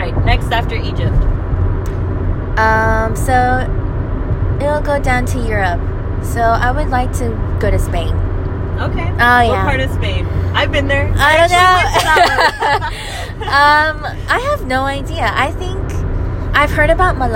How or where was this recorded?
inside a vehicle